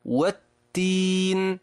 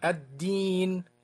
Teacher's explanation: لاحظ التاء وما فيها من نفس، ولاحظ الدال وما فيها من حبس النفس